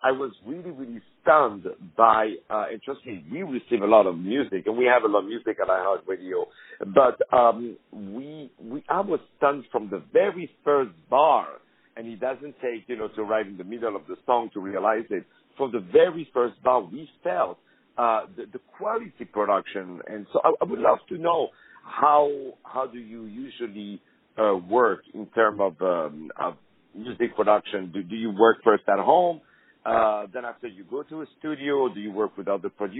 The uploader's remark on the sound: On the phone